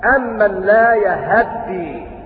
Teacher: والوجه الثاني لهما فتح الهاء وتشديد الدال أمن لا يهدي، ولهما أيضا وجه ثالث وهو اختلاس الفتحة أي فتحة الهاء هكذا.